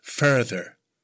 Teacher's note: First syllable is emphasized, the er sound